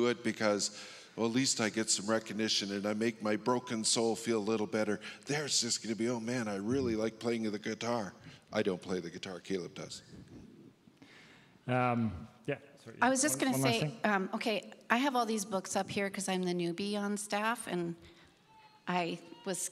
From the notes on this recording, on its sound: Our panel of ministry staff took the stage